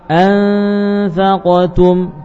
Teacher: bibir bawah yang siap melekat pada gigi seri atas · Term: ikhfa